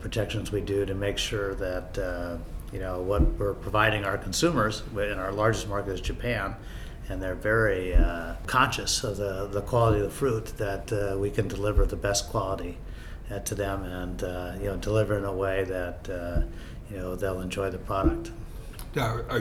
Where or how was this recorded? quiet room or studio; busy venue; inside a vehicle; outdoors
busy venue